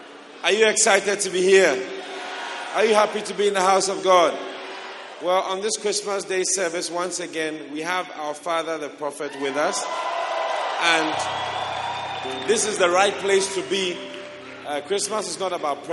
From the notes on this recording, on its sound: Preached at the Christmas Service.